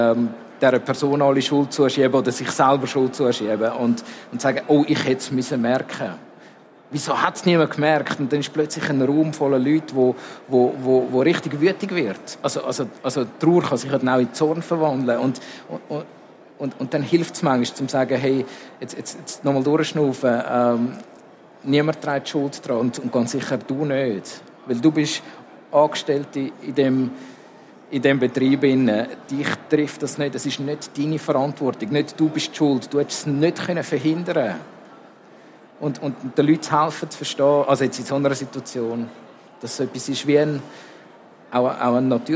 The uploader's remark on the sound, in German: im Live-Podcast an der Igeho